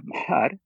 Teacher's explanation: It's kind of a voiceless nasal, or you could just pronounce the two things right next to each other.